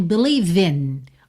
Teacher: O believe já juntou pelo V no in